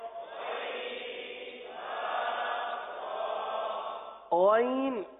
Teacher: غین حلق کے اوپر والے حصے سے ادا ہوتا ہے جو منہ سے قریب ہے وہاں سے ادا ہوتا ہے